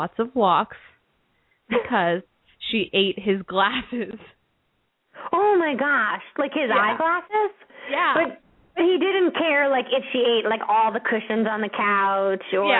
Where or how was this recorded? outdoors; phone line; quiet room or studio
phone line